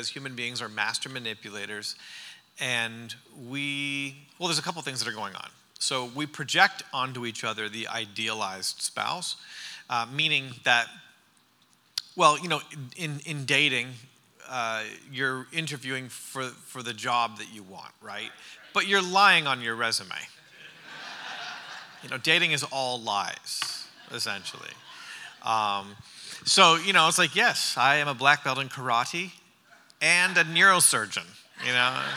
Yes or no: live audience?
yes